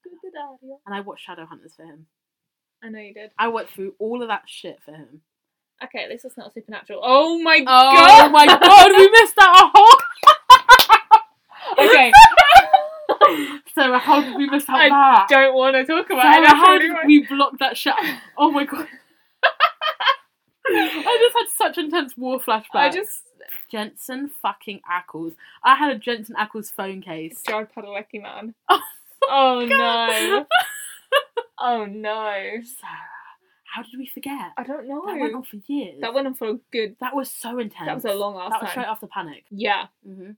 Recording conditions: poor microphone